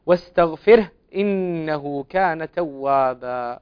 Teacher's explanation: توابا تمد بمقدار حركتين هكذا مد طبيعي، فلا تتجاوز في ذلك